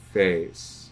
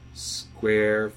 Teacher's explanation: face and square are almost entirely distinguished by the direction of the vector of their second element. Yeah. The first elements are pretty close.